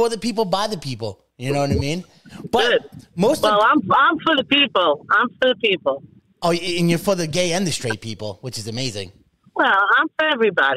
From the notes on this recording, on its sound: is phoned